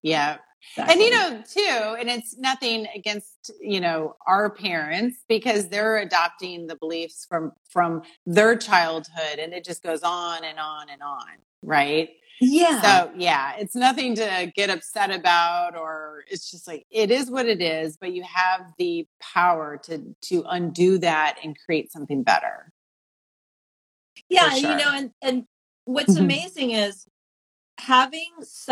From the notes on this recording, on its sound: The Midlife Makeover Show LIVE on Instagram